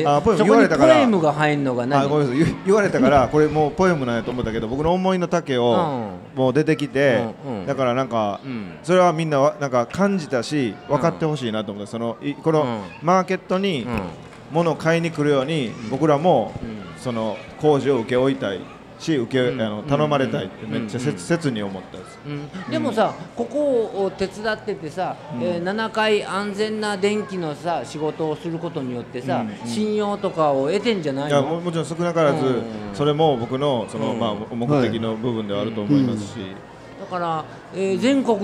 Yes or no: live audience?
yes